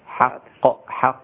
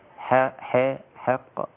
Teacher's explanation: هي الحاء مفتوحة لا نبالغ في ترقيقها حتى تصل إلى الإمالة · Shown in: first take